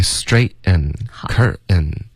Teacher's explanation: straighten curtain 这个喉音停顿要靠喉咙